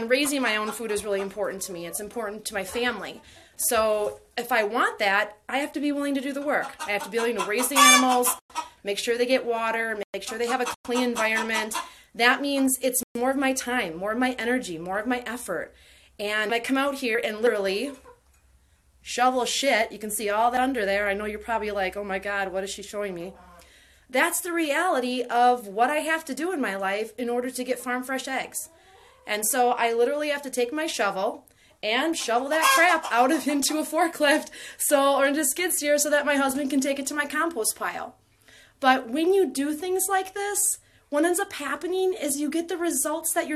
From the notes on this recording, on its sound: In this episode I take you live inside my chicken coop as I shovel chicken poop.